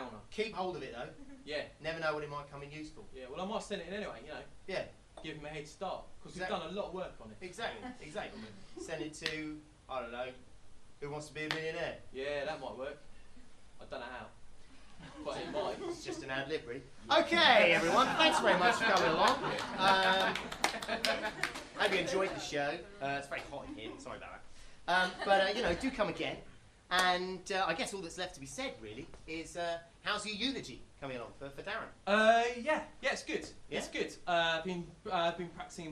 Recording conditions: live audience